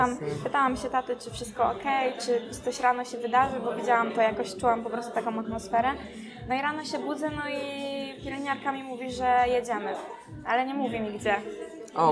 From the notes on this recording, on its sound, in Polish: Ostrzegam, że nagrywamy w kawiarni, więc z góry przepraszamy za dźwięki otoczenia.